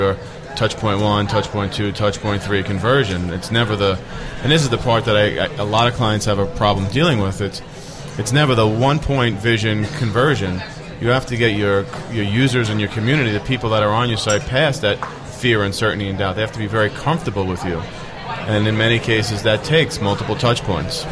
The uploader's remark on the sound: host the show on location from SES New York 2010